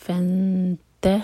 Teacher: جب اخفا کریں تو دو سیکنڈس کا ٹائم اور تا کے لیے زبان تیار اور اس کے بعد تا پر زور دیا جائے گا، فن